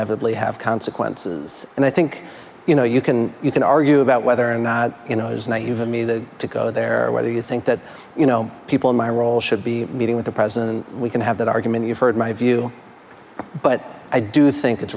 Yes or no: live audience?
yes